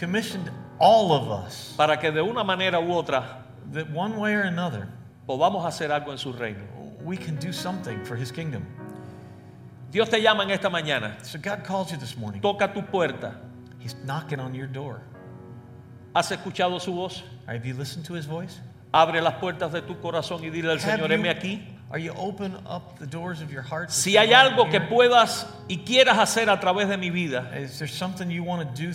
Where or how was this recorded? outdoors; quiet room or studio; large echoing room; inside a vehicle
large echoing room